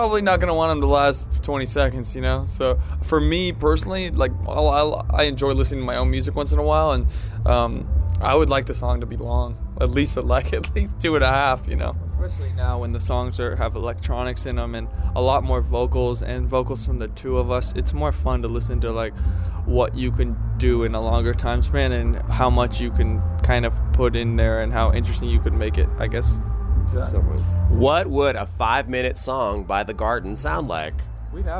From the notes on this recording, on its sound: one cold night outside the Cobalt